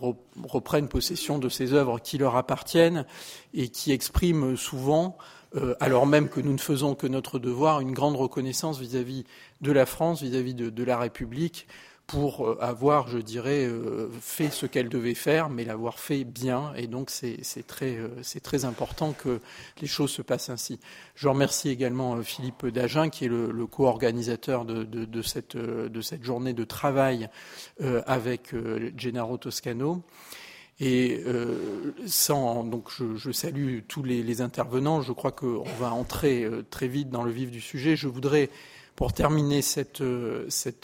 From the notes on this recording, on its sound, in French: enregistrée le 22 janvier 2015 dans le cadre du colloque « Patrimoines spoliés